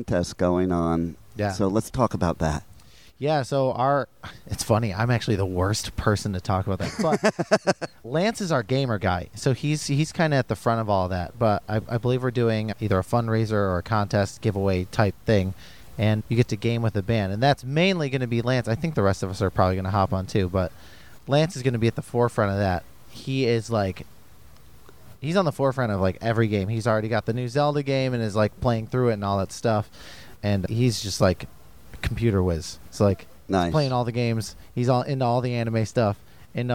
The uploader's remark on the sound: At the Welcome to Rockville festival. The iconic venue of the festival, the Daytona Speedway.